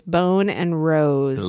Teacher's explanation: the long O, it's a diphthong, as in the words bone and rose